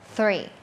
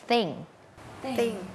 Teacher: เสียงแบบ unvoicedคือออกมาแค่ลมเราเอาลิ้นเนี่ยมาวางตรงกลางระหว่างฟันบนกับฟันล่างอย่างนี้เนาะแล้วก็ปล่อยลมออกมา